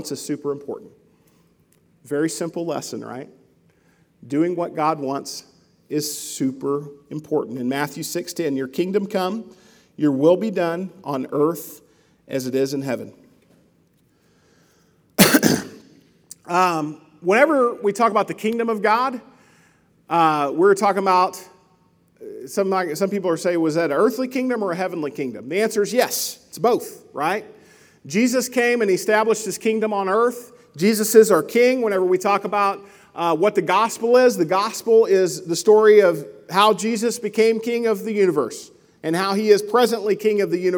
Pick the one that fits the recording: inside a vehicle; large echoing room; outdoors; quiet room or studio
large echoing room